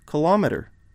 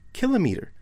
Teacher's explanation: I put the stress on the antepenultimate syllable. · Shown in: first take